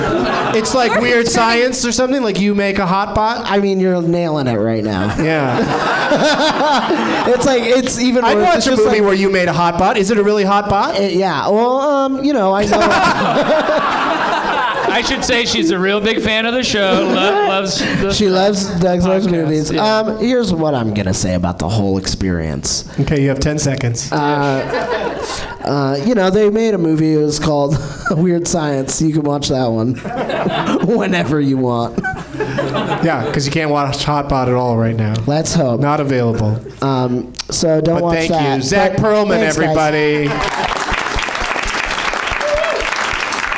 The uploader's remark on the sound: Live from the NerdMelt Showroom in LA